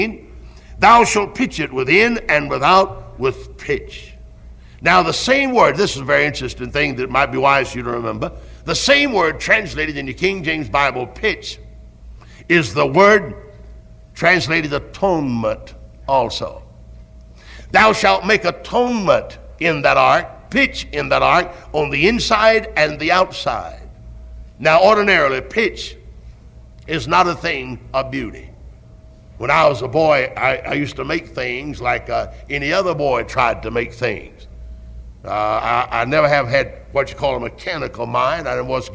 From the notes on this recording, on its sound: Originally preached at Tabernacle Baptist Church in Greenville, SC on September 23, 1973.